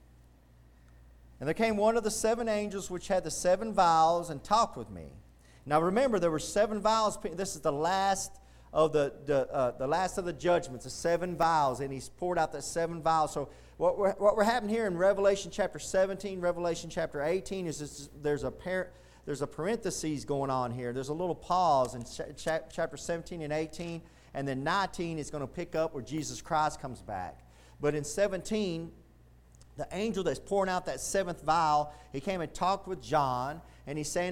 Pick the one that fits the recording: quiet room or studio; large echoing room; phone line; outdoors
large echoing room